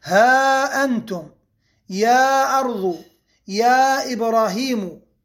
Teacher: يمد المد المنفصل في رواية حفص عن عاصم من طريق الشاطبية هي إما 4 حركات أو 5